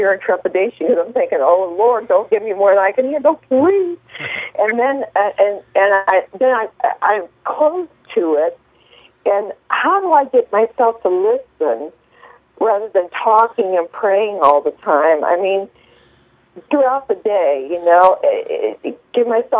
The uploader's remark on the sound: live call in program